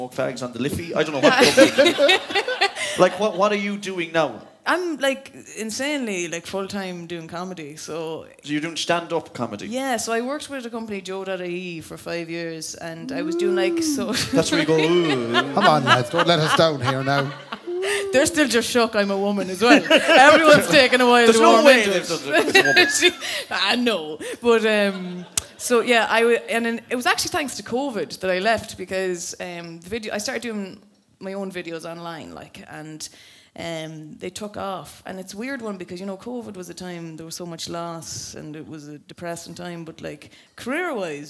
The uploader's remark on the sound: live at Andersons